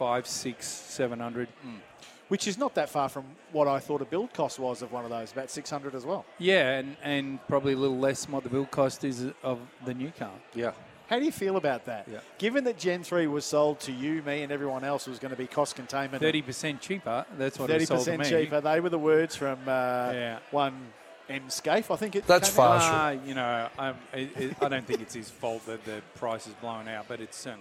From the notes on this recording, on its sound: Ventured out of the studio to soak in the sights and sounds as we had our second on location live broadcast from The Star on the Gold Coast.